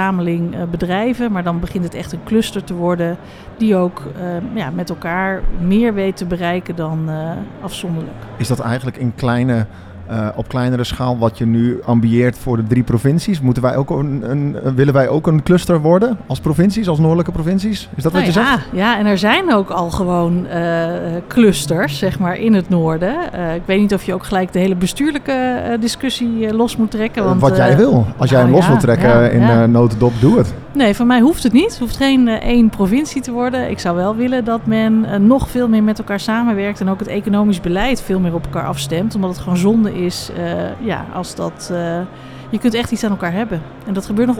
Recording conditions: busy venue